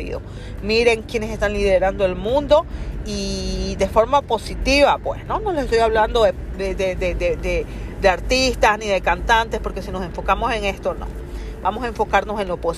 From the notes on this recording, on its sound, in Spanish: desde la ruidosa ciudad de Nueva York te hablo